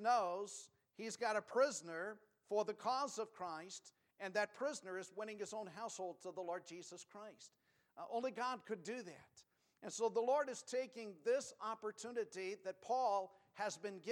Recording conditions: large echoing room